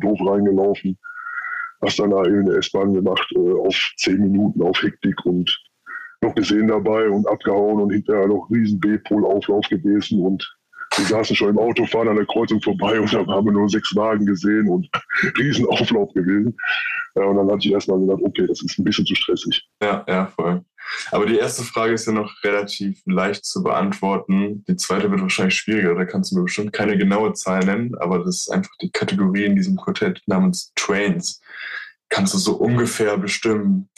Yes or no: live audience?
no